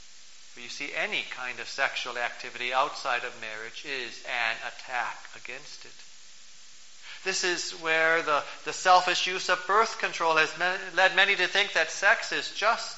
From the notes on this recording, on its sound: Preached on October 14, 2012, for the Twentieth Sunday after Pentecost, at St. John's Ev.